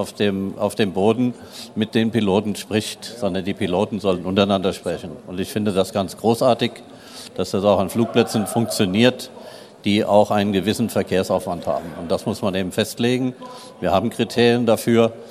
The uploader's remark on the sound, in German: Podiumsdiskussion auf der AERO 2019